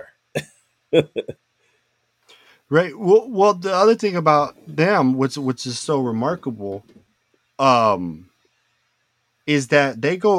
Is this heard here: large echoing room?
no